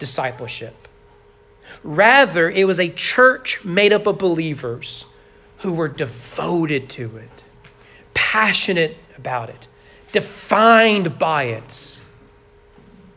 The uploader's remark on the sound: Sermon preached at Trinity Baptist Church on November 20, 2022 during morning worship.